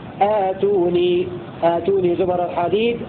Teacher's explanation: بهمزة قطع مفتوحة ممدودة بمقدار حركتين بدءا ووصلا في لفظ ائتوني يعني باقي القراء يقرؤون آتوني آتوني زبر الحديد